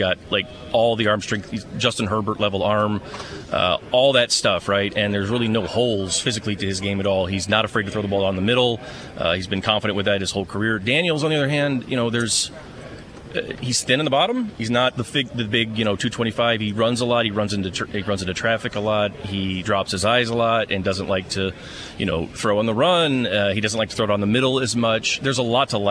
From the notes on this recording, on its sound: Live from the NFL Combine in Indianapolis. He's got several guests sit down with him.